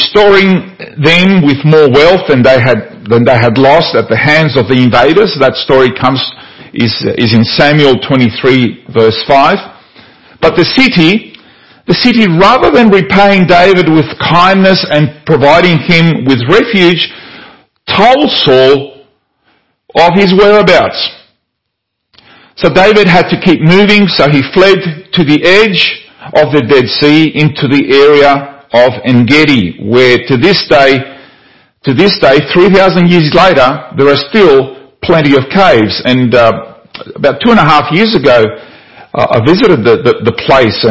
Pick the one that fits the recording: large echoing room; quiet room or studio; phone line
large echoing room